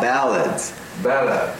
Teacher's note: If you stretch the ah, ballad, it sounds better.